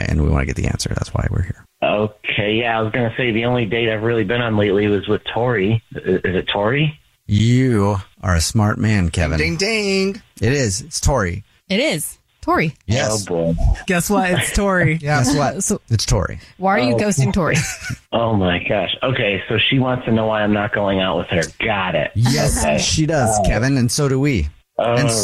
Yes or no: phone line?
yes